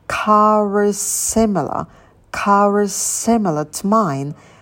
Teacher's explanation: А потом у нас is заканчивается на s. Следующее слово начинается на s. S мы произносим только один раз.